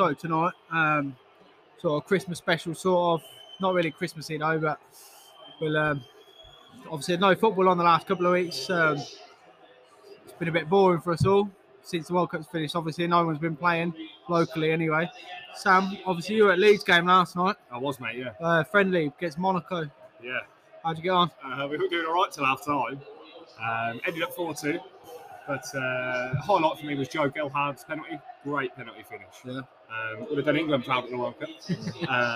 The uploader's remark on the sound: Record live from Jimmys Sports Bar. From Boughton.